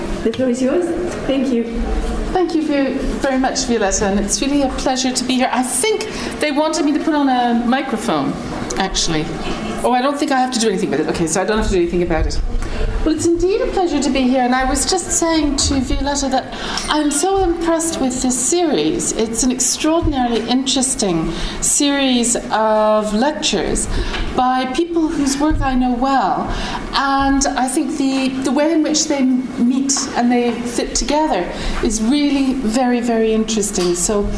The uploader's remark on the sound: Public Seminar Series, Trinity term 2012. Recorded on 16 May 2012 at the Oxford Department of International Development, University of Oxford.